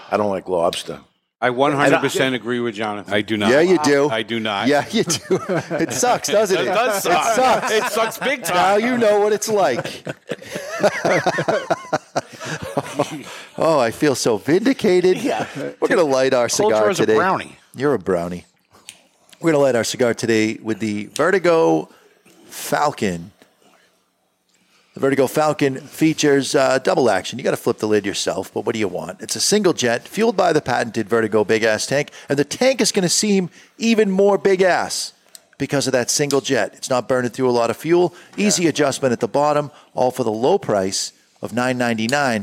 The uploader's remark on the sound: LIVE from the Toscano Cigar Sound Stage. Recorded live in front of a studio audience at Studio 21 Podcast Cafe upstairs at Two Guys Smoke Shop in Salem, NH.